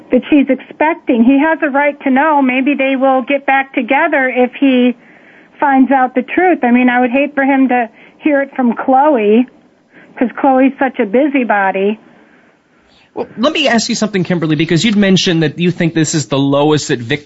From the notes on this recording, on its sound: This week, we open the phone lines up for the entire hour to you, the soap fans. If you have comments or questions about your favorite soap, you're invited to call in during the live show.